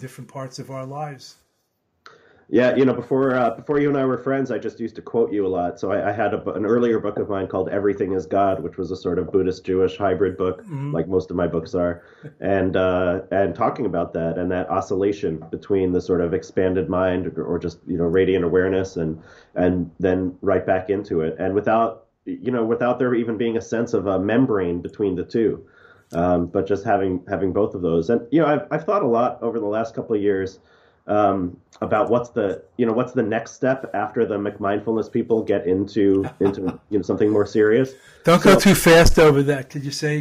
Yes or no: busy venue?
no